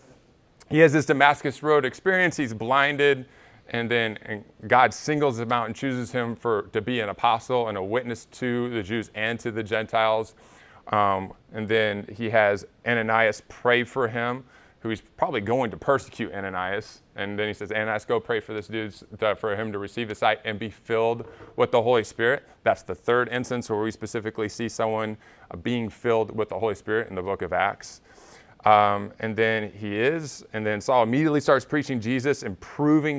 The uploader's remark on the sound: Recorded at Emmaus Church in Buford, GA on Wednesday, Nov 30, 2022.